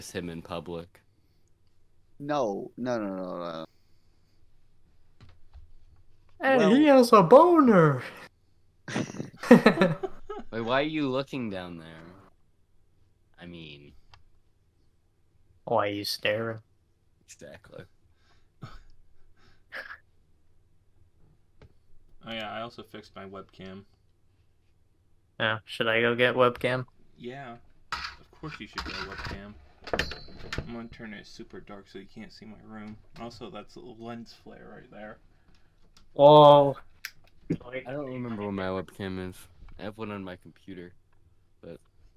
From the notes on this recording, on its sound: There was a slight issue with this episode there was some freezing and what not got rid of most the chunks so there was not so much white noise.